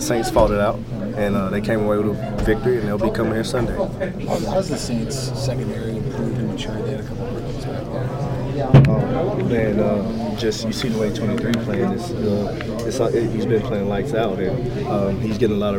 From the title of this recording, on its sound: Locker Room Sound From Winter Park